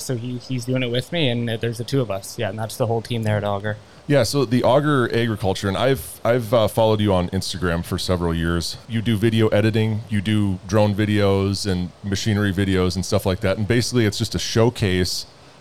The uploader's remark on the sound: broadcasting from the Kibble Equipment booth at FarmFest